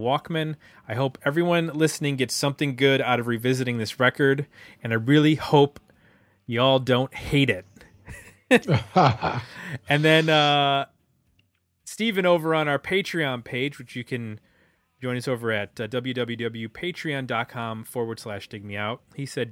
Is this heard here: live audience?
no